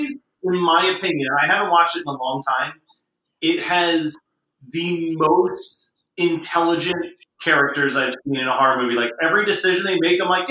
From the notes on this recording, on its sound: We had a lot of audio issues — we apologize in advance